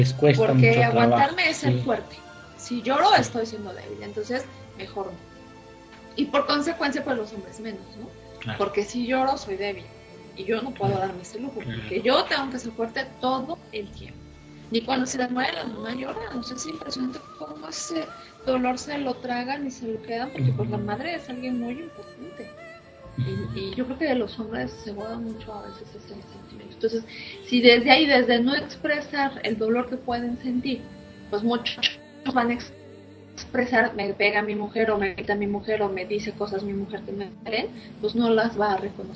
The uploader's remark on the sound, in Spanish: Una disculpa por el Audio la transmisión fue remota.